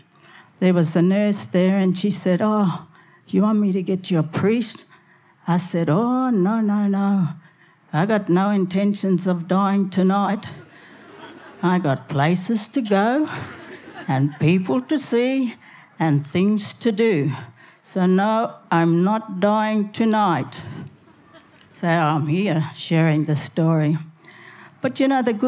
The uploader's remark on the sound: SPUN: True Stories Told in the Territory is a live storytelling event that showcases some of the extraordinary people and stories that make up the Northern Territory. Popping up at different venues across Darwin, working with a range of partner organisations with a different theme each time, SPUN brings to light stories from diverse backgrounds. Told at our event at Darwin Festival in 2018.